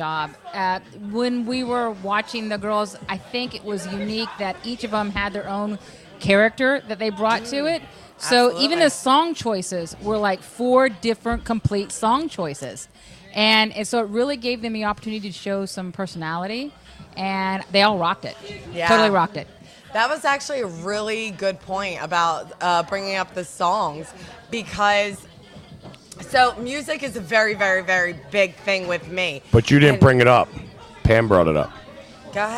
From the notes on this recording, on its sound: LIVE From the Paradise Club for the Connection Travel Hottest MILF contest